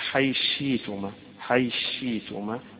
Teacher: ويبدل يعني حيلغي الهمزة اللي موجودة · Term: الإبدال